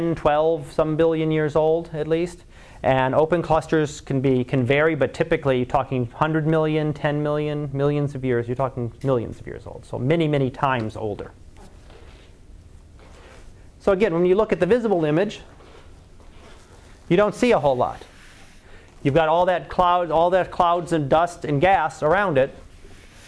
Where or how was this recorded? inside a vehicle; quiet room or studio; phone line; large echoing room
large echoing room